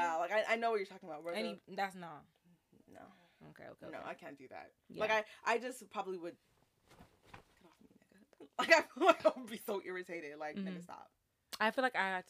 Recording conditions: uneven or low level